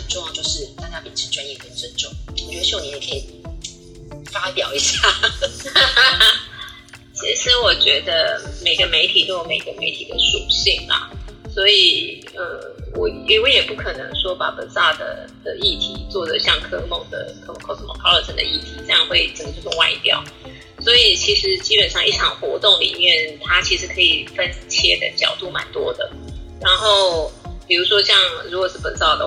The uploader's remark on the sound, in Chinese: 本集採線上錄製